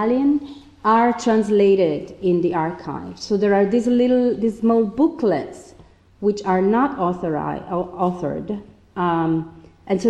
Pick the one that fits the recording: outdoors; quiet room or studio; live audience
live audience